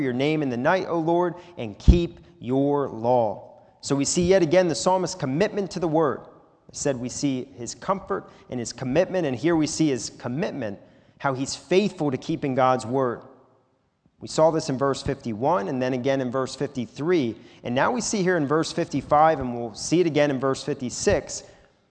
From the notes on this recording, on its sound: This is a sermon recorded live at the Lebanon Bible Fellowship Church in Lebanon, PA. During the evening service.